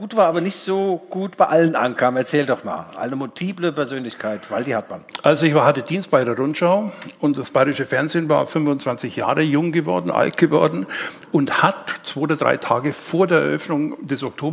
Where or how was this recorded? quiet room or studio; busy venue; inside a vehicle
busy venue